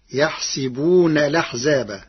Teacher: قرأ ورش كلمة يحسبون بكسر السين فتصير يحسبون الأحزاب مع نقل حركة الهمز إلى الساكن قبلها مع الحذف، والفتح والكسر في السين لغة العرب.